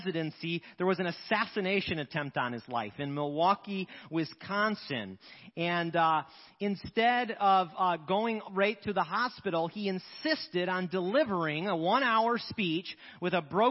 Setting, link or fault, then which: setting, large echoing room